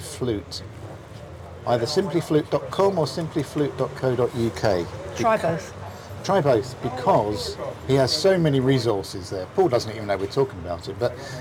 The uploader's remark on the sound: meet in a coffee shop in the seaside town of Hove